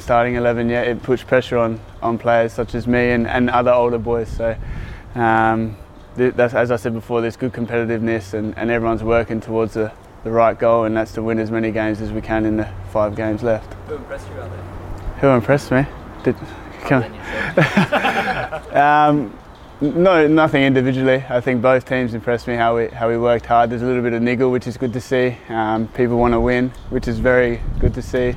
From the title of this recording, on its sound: Press Conference